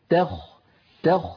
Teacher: فنعطي التاء حقها من الترقيق والخاء حقها من التفخيم · Term: ترقيق التاء